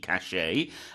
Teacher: cachet from the French, so we don't pronounce the T on the end